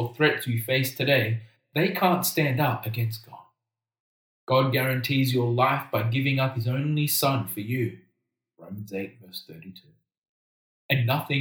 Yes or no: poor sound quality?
yes